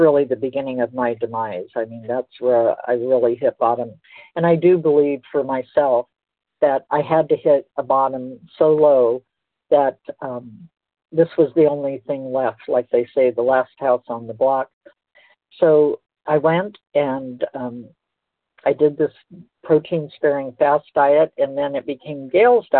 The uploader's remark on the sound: 100 Pounders Phone Meeting, 5/15/23